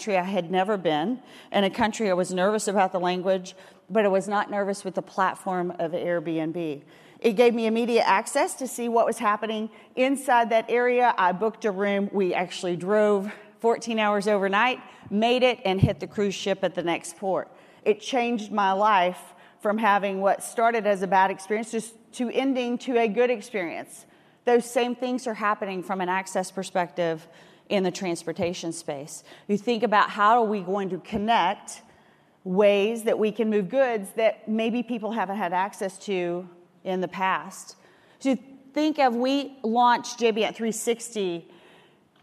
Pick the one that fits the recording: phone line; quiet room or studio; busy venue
busy venue